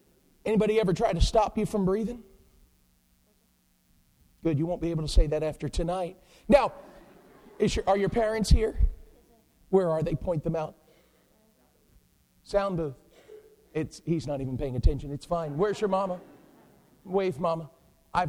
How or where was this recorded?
large echoing room